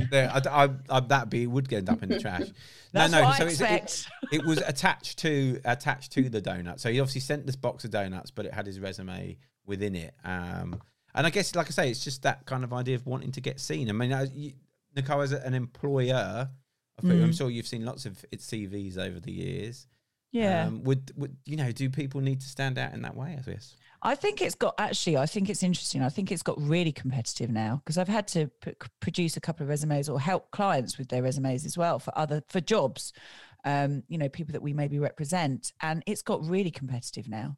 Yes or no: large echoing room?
no